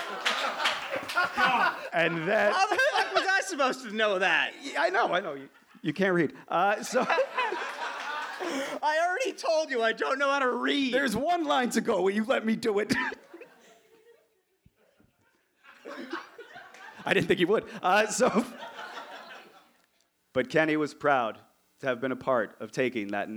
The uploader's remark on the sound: Recorded June 17 at the Davis Square Theater in Somerville, MA.